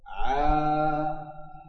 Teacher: الغرض من الإمالة تناسب النطق تناسب النطق بالكلمات معناه أنت إذا قلت مثلا عالم انظر له عالم ارتفعت مع العين حتى وصلت أقصى ارتفاع ثم انحدرت انحدارا سريعا مع اللام المكسورة فكسرته في أقصى الانكسار عالم. الإمالة فائدتها تناسب الصوت فلا يحدث هذا البون الشاسع بين فتح في أقصى درجات الفتح وبين كسر في أقصى درجات الكسر.